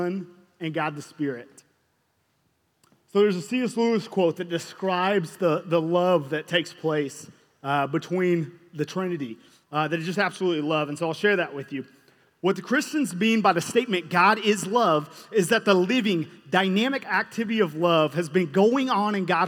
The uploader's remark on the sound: This content was featured at the 2023 Campus Ministry United Workshop: Beautiful Feet. Hosted live at The Crossings Church St. Charles County in O’Fallon, MO.